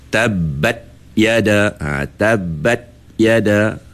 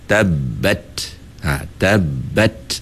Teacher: Dia tahan suara tu, betul dah. Tapi sepatutnya setelah kita tahan suara pada ta, sebab sifat syiddah tu, kita kena anginkan sedikit · Shown in: second take · Term: hamas